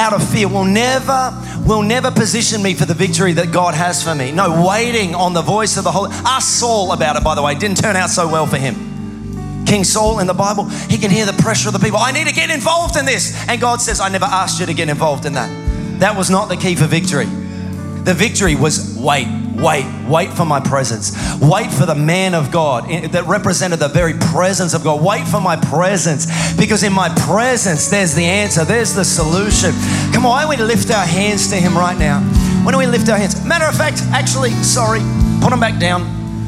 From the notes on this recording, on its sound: Recorded live at Planetshakers Church (Melbourne) on Sunday 13th of August 2023.